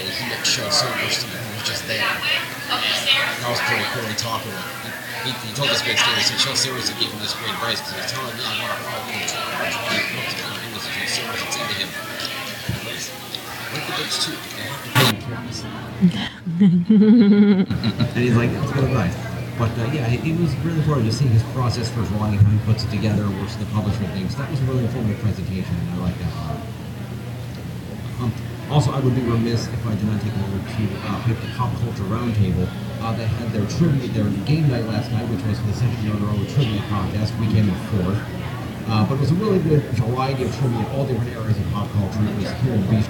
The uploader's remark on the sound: Welcome to our New York Library Association Conference Episode. This is our second year podcasting from the conference.